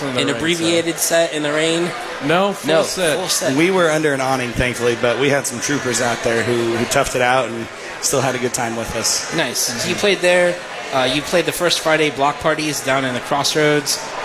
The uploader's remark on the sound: We are LIVE from The Beer Hall at Boulevard Brewery. We are LIVE from The Beer Hall at Boulevard Brewery and you’re invited to come out and be part of the broadcast.